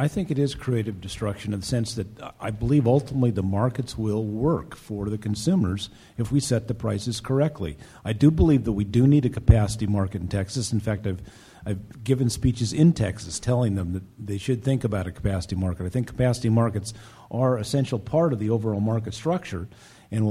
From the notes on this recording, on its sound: This week, we feature a live podcast from the MDV-SEIA Solar Focus 2013 conference in Washington, DC. The Gang took the stage. Many thanks to MDV-SEIA for inviting the Energy Gang for its first live show!